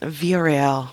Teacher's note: the double L is a Y sound, but there's an L at the end. I think that's why it's like the Y, but then the R and the L.